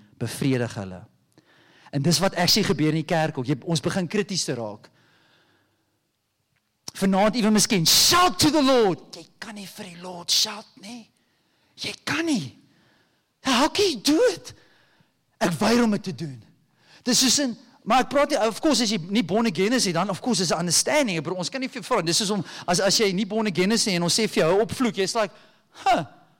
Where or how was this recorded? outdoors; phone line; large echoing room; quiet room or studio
large echoing room